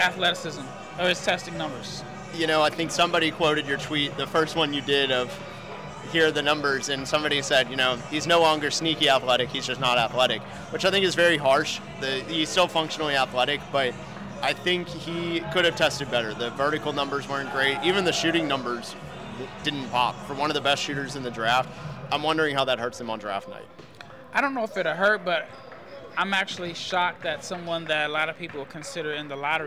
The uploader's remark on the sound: Check in live from the Wintrust Arena in Chicago just minutes after the first day of the NBA combine.